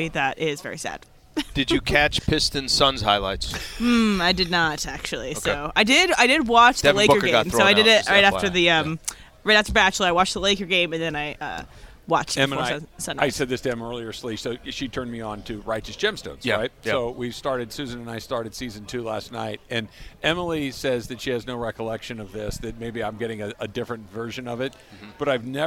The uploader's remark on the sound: LIVE from the Genesis Invitational. LIVE at the Riviera Country Club for the Genesis Invitational. They saw Tiger Woods was strolling by them.